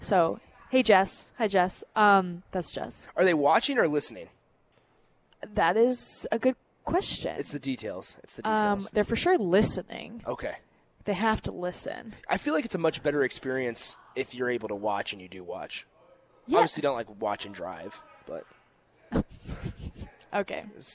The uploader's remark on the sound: Live from the Upside Bar and Lounge